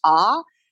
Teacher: This is a big open O in American English.